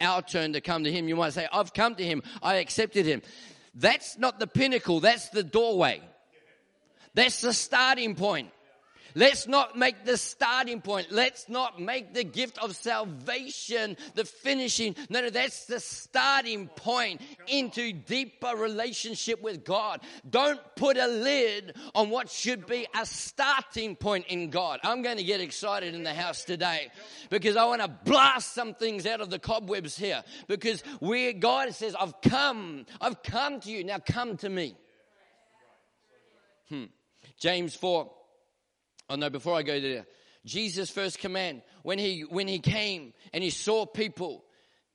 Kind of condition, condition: setting, large echoing room